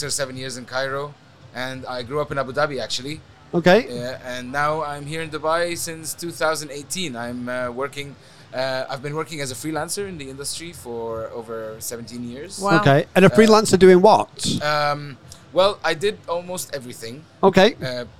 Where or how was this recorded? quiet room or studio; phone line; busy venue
busy venue